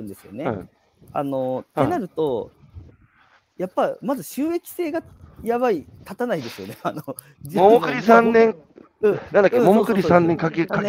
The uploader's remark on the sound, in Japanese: 歩きながら1時間、対談する。